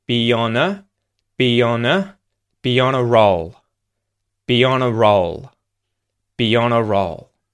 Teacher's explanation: Be on, using that Y sound. On, the A sound becomes a schwa. It links to the N at the end of the word on.